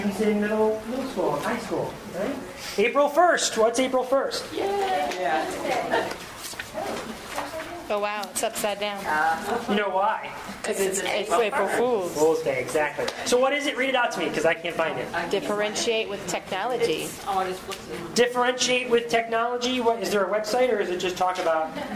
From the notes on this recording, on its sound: Recording of a live event from the Techknowledgy 2010 Conference in Richmond, Virginia. At that conference I presented a session called Alternative Professional Development.